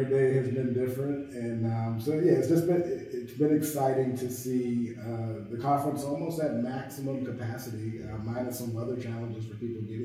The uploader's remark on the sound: On location at the NSCA Business & Leadership Conference 2022